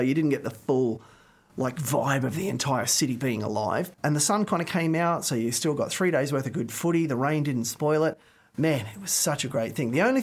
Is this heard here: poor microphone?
no